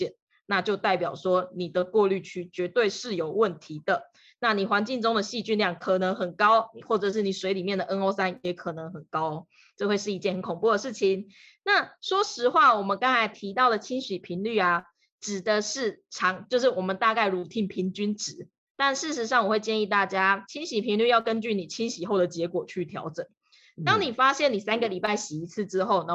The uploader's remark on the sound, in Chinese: 只是音質的部分因為我們合體錄音都用Zoom。所以多少有點卡卡。